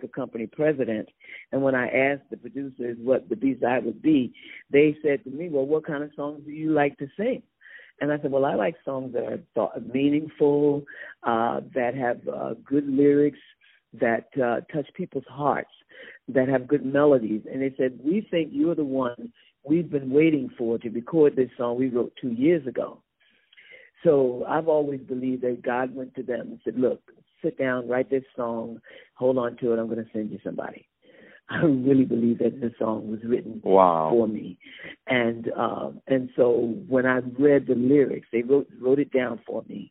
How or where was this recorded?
phone line